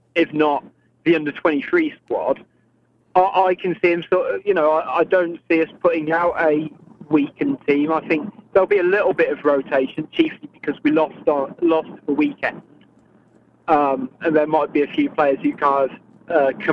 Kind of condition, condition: link, phone line